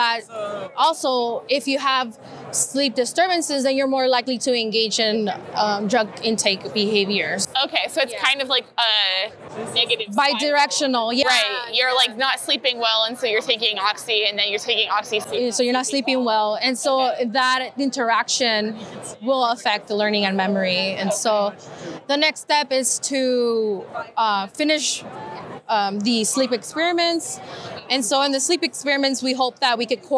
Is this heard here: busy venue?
yes